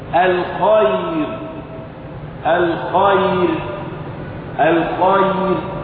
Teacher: هذه الياء ياء لينة ساكنة مفتوح ما قبلها، حرف لين وقع قبل الراء، فإذا وقفت على الكلمة التي فيها ياء لين ترقق الراء